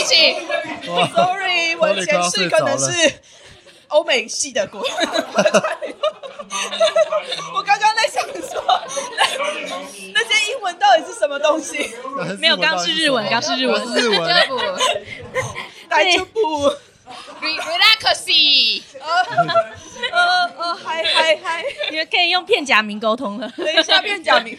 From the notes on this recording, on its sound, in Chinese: 這次的 Live Podcast 活動非常感謝咖哩逗陣贊助場地